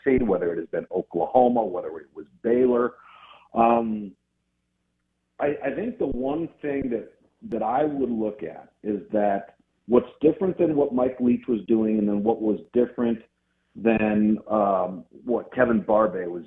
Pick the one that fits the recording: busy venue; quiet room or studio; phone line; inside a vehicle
phone line